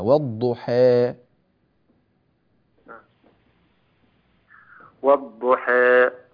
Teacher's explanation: يجب عليك وجوبا أن تقلل الألف هنا